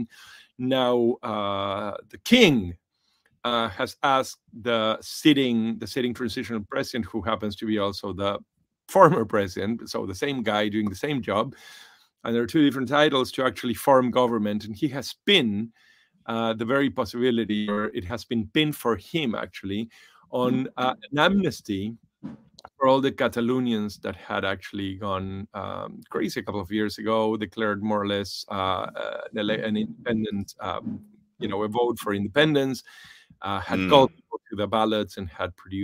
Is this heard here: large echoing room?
no